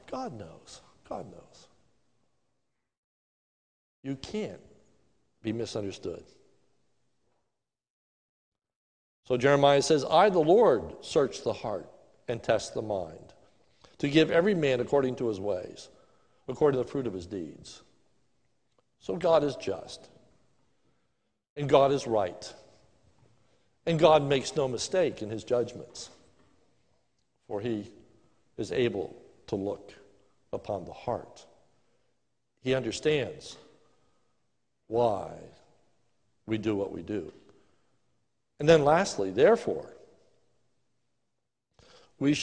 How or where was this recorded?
large echoing room